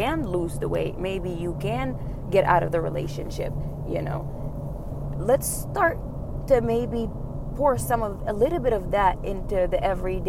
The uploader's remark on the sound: This was recorded in a car.